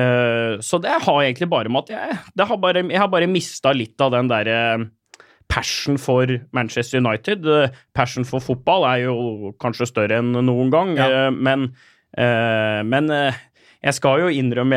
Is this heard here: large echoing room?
no